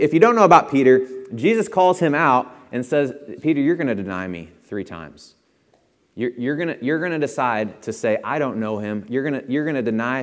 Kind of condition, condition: setting, large echoing room